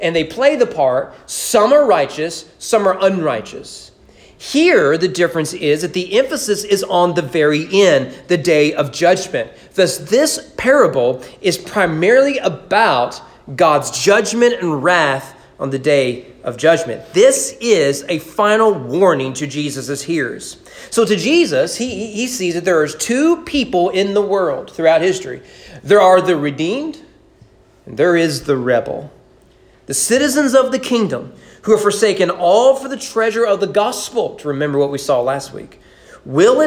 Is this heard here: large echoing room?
yes